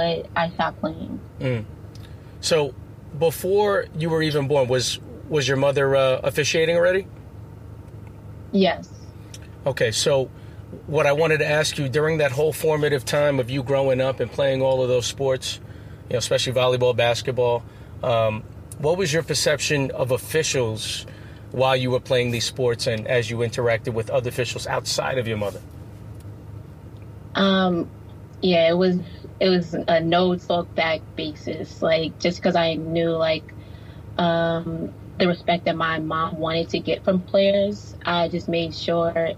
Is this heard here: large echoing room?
no